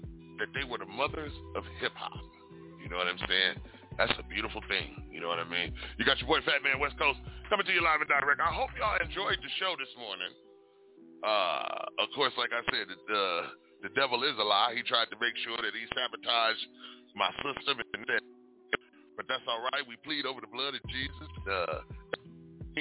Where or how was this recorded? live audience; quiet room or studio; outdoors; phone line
phone line